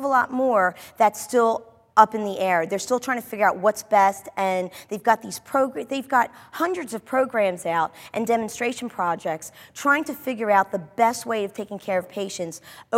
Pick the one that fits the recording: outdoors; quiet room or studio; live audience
live audience